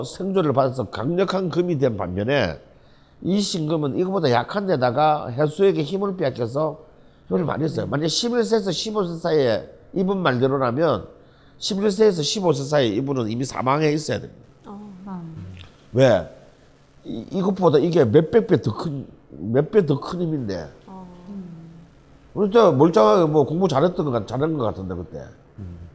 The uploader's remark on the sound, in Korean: 우리는 여전히 뻘쭘한 공개방송 중입니다.